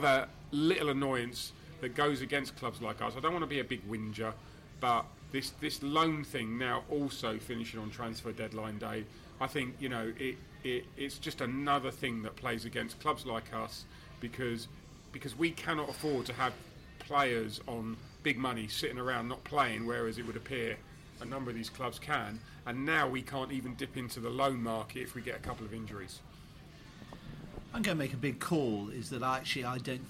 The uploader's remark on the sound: LIVE Transfer Deadline Day Podcast from the Pub. Our podcast which broadcast LIVE on transfer deadline day. The Beesotted crew assembled for their FIRST ever LIVE broadcast of the Beesotted Pride of West London podcast at One Over The Ait pub in Kew Bridge.